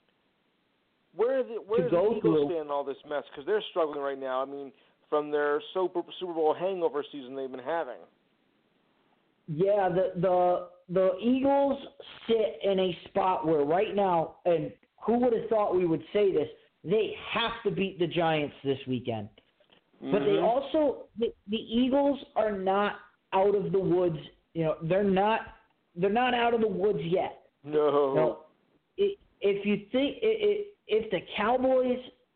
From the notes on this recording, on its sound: live phone calls